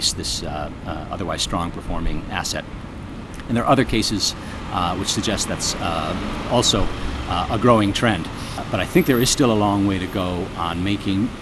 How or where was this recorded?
outdoors